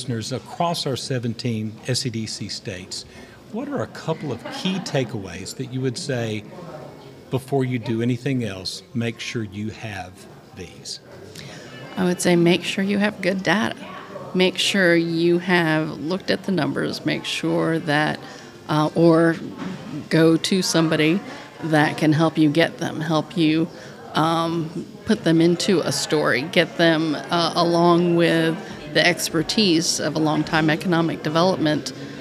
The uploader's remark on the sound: LIVE from the SEDC Annual Conference in Williamsburg. Is live at the Council's Annual Conference in Williamsburg, Virginia.